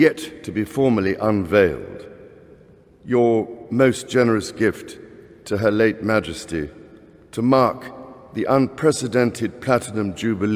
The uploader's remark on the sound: Addresses Parliament At Westminster Hall